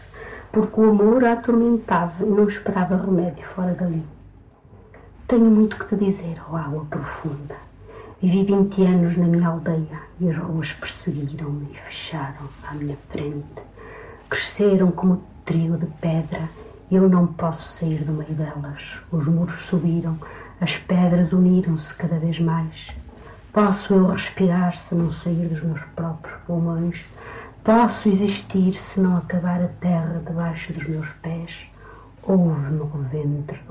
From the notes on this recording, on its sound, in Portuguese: Infelizmente, o áudio existente encontra-se algo degradado. Gravação original: Valentim de Carvalho, 1959.